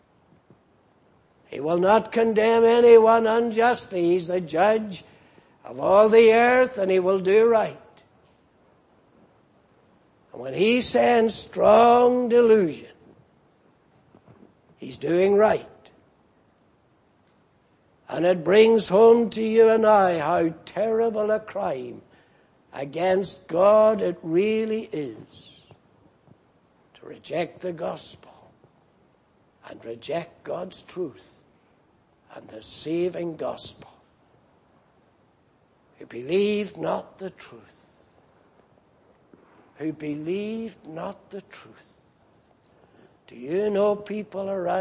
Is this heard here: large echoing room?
yes